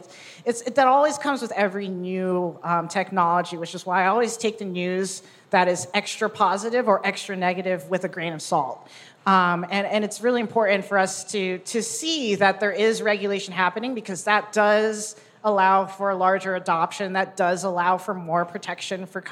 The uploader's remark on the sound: The State of NFTs Panel (Live from NYC).